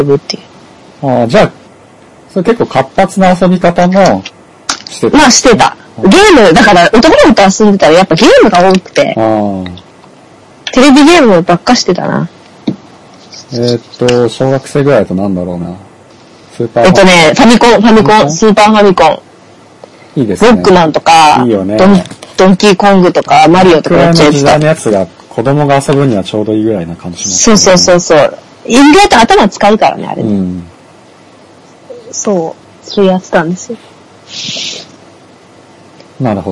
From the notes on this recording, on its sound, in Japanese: 収録環境及び音声圧縮の影響で今回はお聞き苦しい音質になっており申し訳ありません。